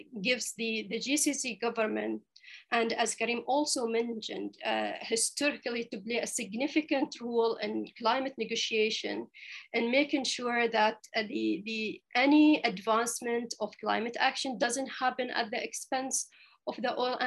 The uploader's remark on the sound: This public talk was conducted online via Zoom